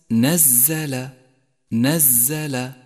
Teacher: لاحظ صفة الصفير لحرف الزاي في كلمة نزل نزل، فهي صفة تساعد في توضيحه نزل، وحروف الصفير هي الصاد والزاي والسين.